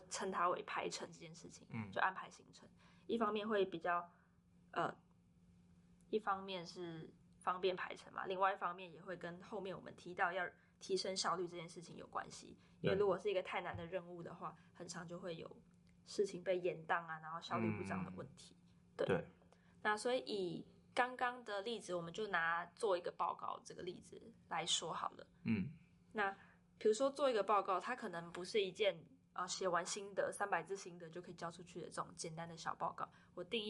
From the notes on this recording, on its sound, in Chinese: 近期我們收到很多關於聲音品質不足的回饋。我們初步研判，可能有時候錄音的地點限制，後製處理如降噪音等後會降低一些聲音，造成部分聽眾的不便。